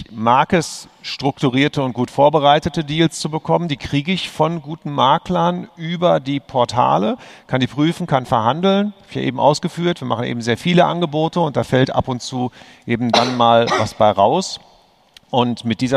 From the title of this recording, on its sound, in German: live vom immocation Festival